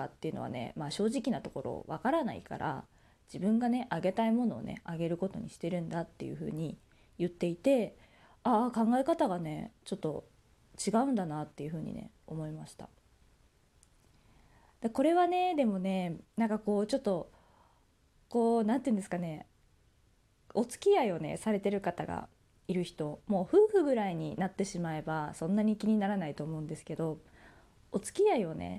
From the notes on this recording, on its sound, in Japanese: 自宅でスマホによる収録のため様々な騒音が収録されています、ご了承ください。